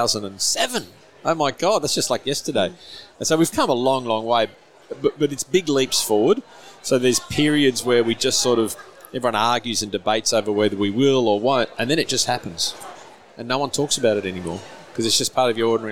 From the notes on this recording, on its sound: Recorded at the 2022 FPA Professionals Congress